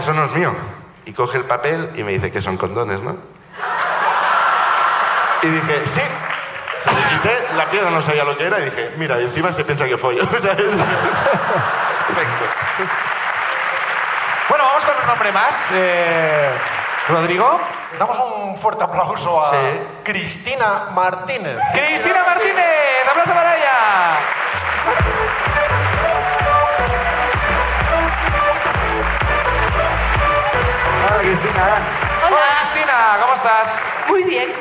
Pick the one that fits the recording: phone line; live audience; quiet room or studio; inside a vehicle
live audience